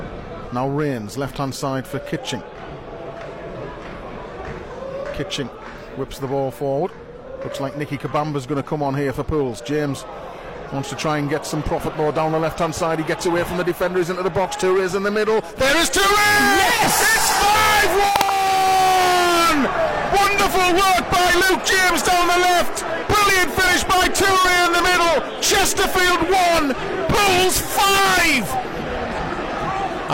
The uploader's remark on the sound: Live during our coverage from Chesterfield on Tuesday night.